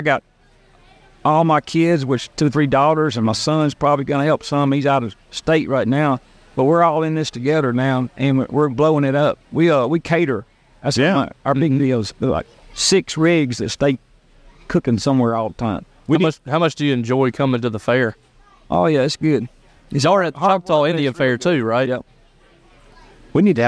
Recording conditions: busy venue